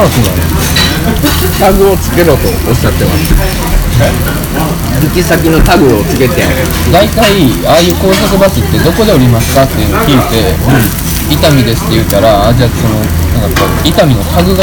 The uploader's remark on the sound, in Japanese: 東大阪のお好み焼き屋「丸福」にて収録。鉄板の近くにiPhoneを設置していたため、途中で「高温注意」の表示が出て強制終了してしまいました。